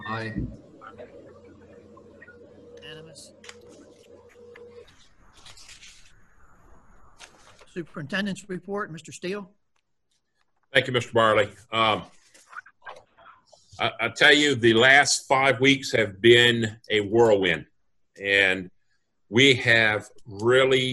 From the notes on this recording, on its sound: An audio recording of the Indian River Board of Education regular meeting. This meeting was conducted online using the Zoom video conferencing platform.